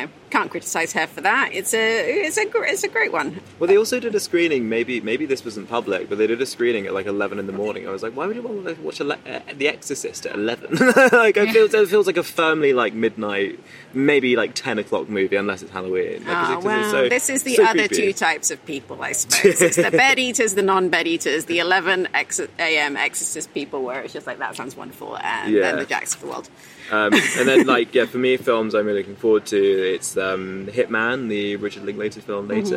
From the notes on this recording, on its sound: We’ll be discussing some of the most talked about titles from this year’s Venice Film Festival straight from the Lido.